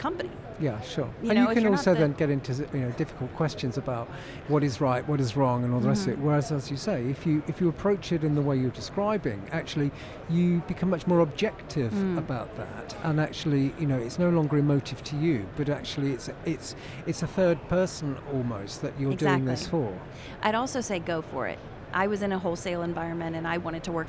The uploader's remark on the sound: Recorded live in the heart of New York City during NRF 2023.